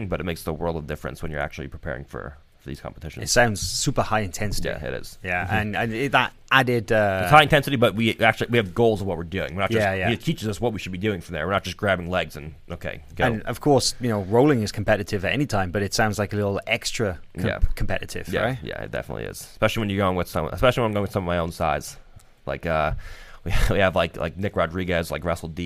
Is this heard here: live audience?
no